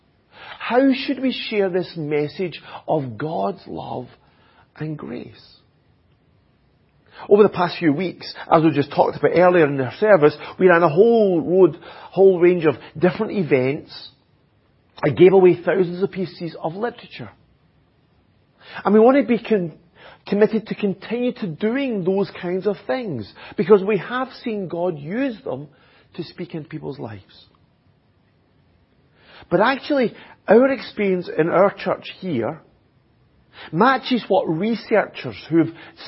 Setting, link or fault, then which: setting, large echoing room